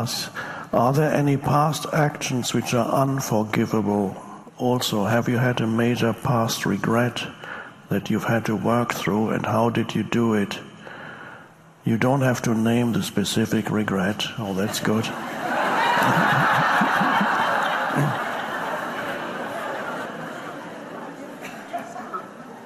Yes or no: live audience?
yes